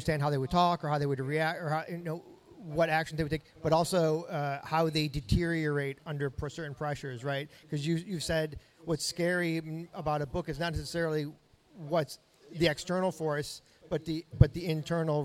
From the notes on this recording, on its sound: This week's edition of The Dark Word features an in-person interview before a live audience at The Last Bookstore in Los Angeles.